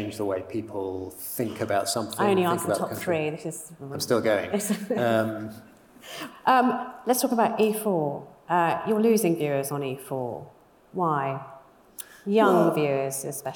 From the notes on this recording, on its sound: Highlights from the top commissioning panels from this year’s Edinburgh Television Festival.